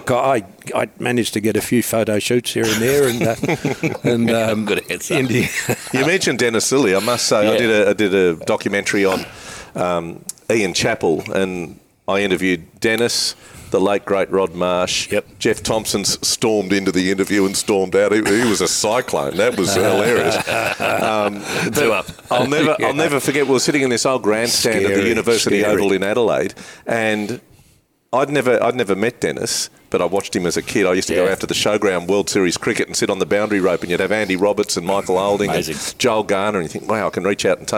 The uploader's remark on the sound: This episode was recorded and filmed at Mosman Rowers.